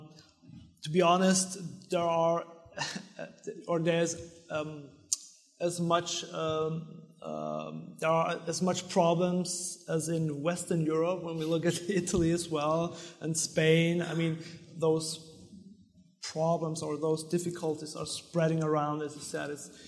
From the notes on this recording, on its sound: Then you'll hear a panel from the IMN Conference